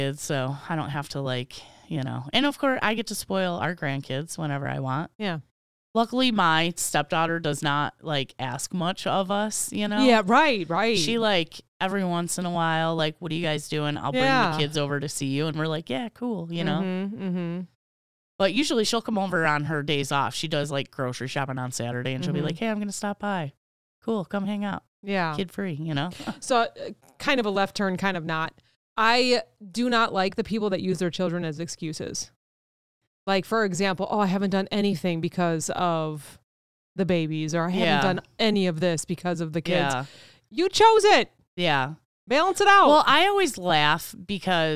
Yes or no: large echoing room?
no